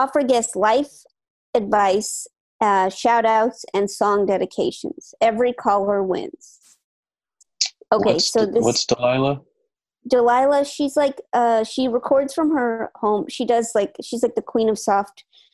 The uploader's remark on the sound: Recorded entirely remotely. Play listener-created games with callers via Zoom!